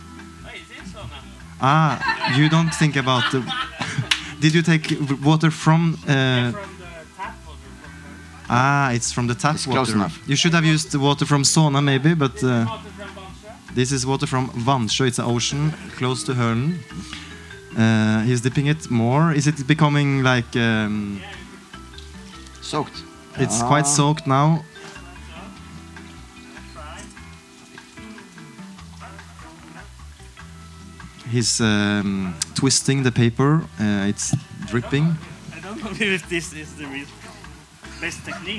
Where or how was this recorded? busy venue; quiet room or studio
busy venue